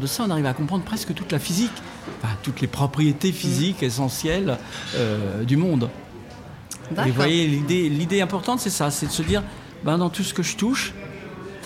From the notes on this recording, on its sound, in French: Nous sommes le 18 septembre 2022 et assis à une table du bar le Clémenceau de Jard sur mer. Qui participent à Escale Littéraire, le festival proposé par la communauté de commune Vendée Grand littoral.